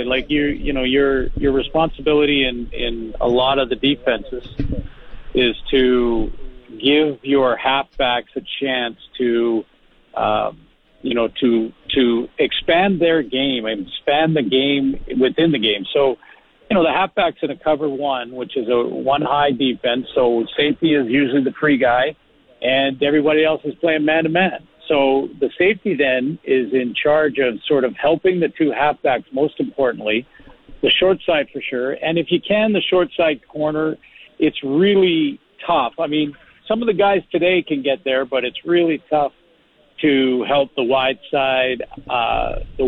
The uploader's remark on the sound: LIVE at #Riders Training Camp in Saskatoon